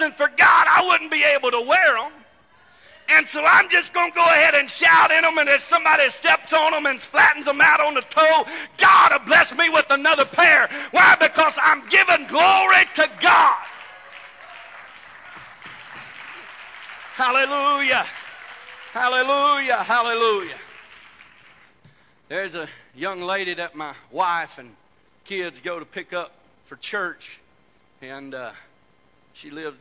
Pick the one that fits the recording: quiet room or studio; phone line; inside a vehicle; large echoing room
large echoing room